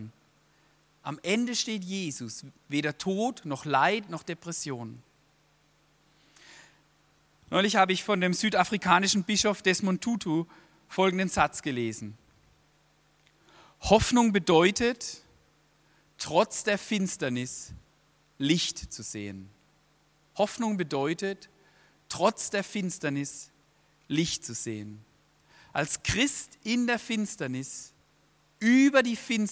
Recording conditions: large echoing room